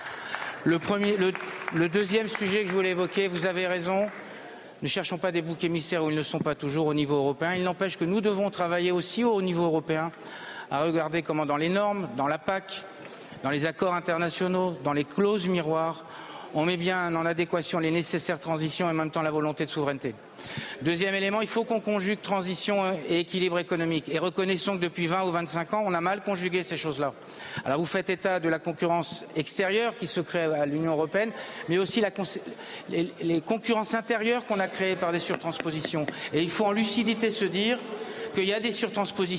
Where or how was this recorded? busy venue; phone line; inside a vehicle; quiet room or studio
busy venue